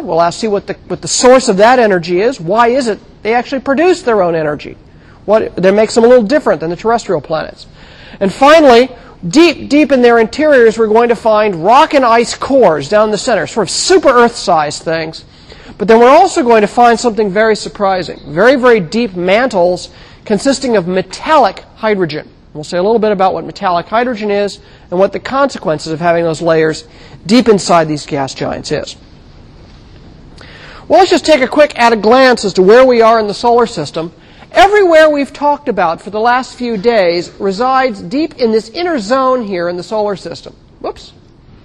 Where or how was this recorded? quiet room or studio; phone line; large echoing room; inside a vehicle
large echoing room